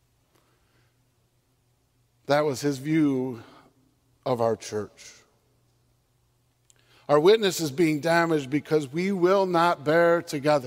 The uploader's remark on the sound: On Sunday, October 9, 2022, at Central Reformed Church in Grand Rapids, Michigan.